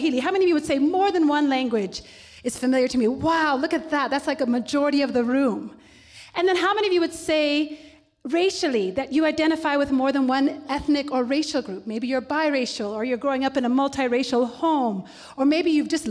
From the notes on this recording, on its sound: Up/Root is grateful to Trademark Hotel in Village Market that sponsored this live recording on December 11, 2019